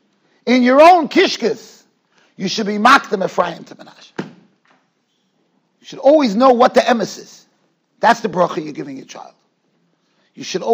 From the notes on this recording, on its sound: Shiur recorded in Yeshivas Ohr Reuven, Monsey, NY.